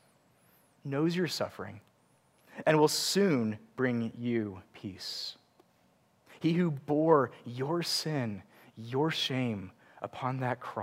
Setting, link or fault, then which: setting, large echoing room